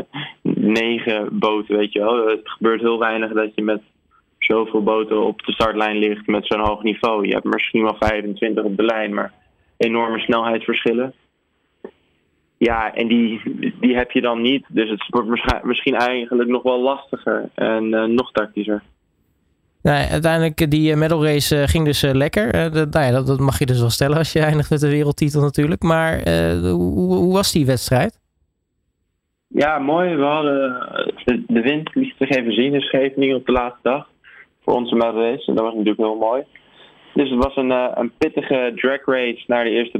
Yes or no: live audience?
no